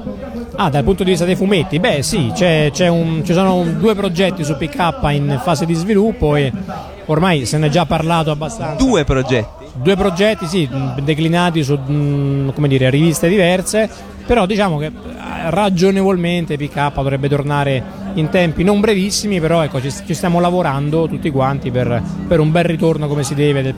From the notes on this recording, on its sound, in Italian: intervistato a Lucca Comics & Games 2013